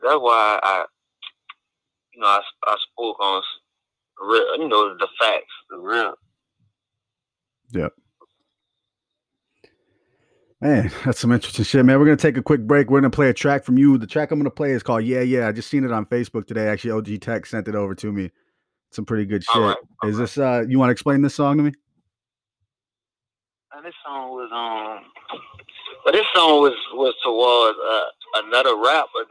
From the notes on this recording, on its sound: calls into the show